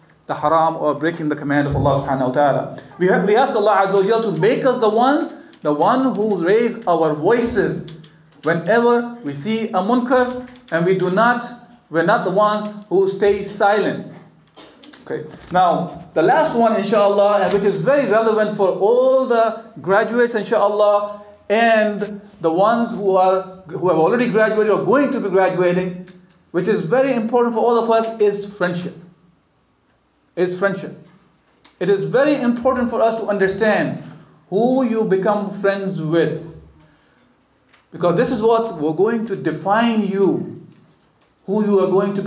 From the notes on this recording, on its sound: the speaker addresses a lively audience of graduates